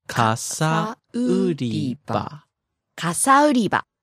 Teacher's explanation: No matter what their pronunciation is before you say it, when you connect them, it starts low, goes high, and then ends low again. · But the umbrella department, because it's connected with another word, it goes from low to high and back to low at the end.